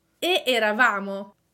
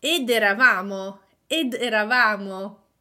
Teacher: If I don't add the D, the two words almost get mixed together. E eravamo. By adding the D, it is easier to pronounce and it sounds better. · Term: euphonic D